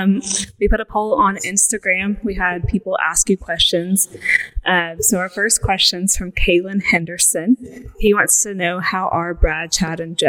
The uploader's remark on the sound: This is the first podcast, so the audio is a little off.